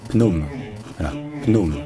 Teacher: le PH au début ne se dit pas F, comme pour les mots d'origine grecque. C'est littéralement PH, donc ça se dit P, on dit un P aspiré techniquement, mais puisque le P aspiré n'existe pas en français, on peut juste remplacer ça par un P normal.